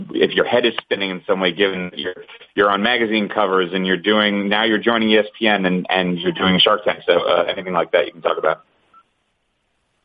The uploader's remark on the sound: Sunday Night Baseball Conference Call